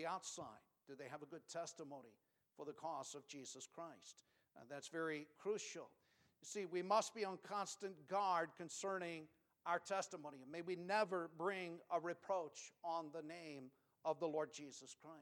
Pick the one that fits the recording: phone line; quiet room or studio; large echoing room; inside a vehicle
large echoing room